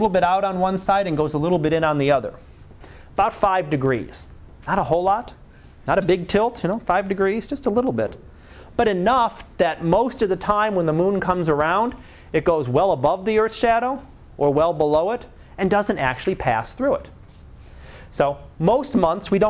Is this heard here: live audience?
yes